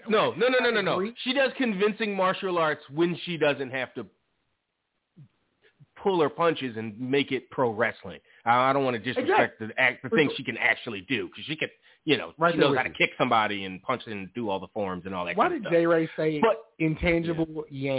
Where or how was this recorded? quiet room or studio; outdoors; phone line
phone line